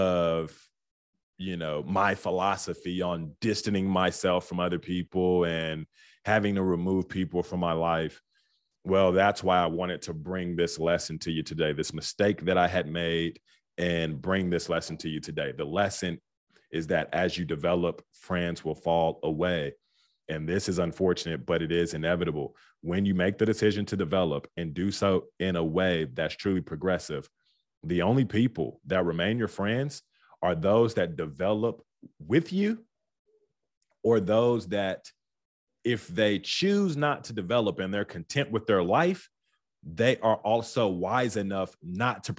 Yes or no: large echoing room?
no